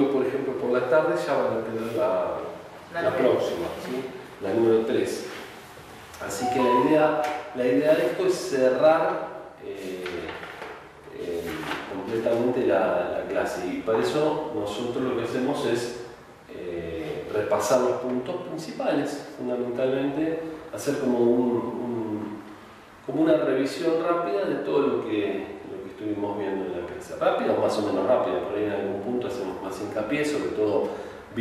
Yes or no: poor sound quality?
yes